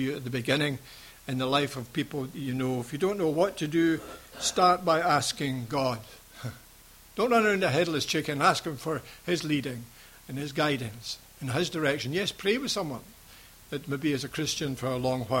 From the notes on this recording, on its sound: Recorded at freedomcentre church, Preston on Sunday 2nd August 2015